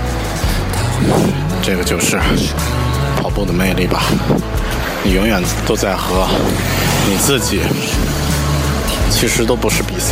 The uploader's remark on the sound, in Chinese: 这期节目，是在我参加2014杭州国际马拉松全程比赛的途中现场录制的。